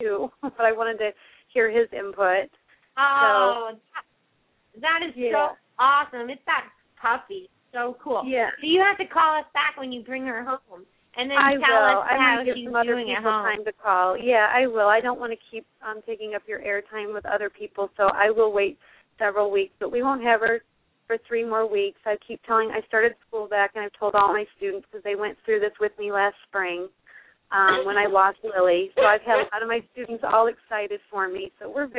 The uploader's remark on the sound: open up the lines for listeners to call